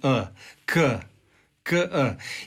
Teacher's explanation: A kada izgovaramo k, onda čujemo da je k samo u prvom trenutku i da za njegov potpuni izgovor mora biti još i taj e, k, k, e.